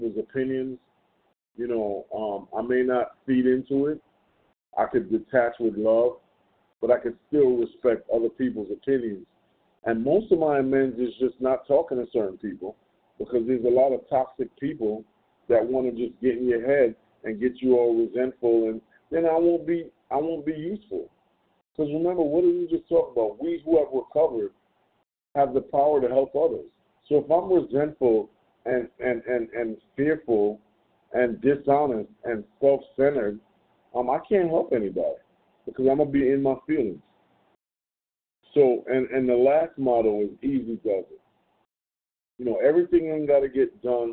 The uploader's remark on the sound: from the 100 Pounders Phone Meeting, 6/13/23